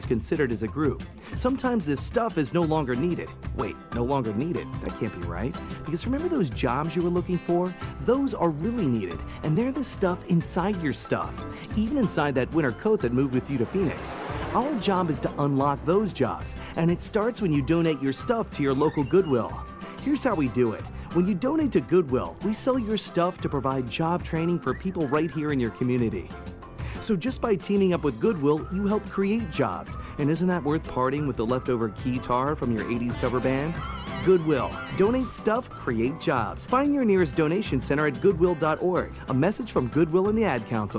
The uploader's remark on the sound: from the National Ethanol Conference in Orlando